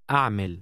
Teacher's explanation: Did you hear the glottal stop at the beginning of this word?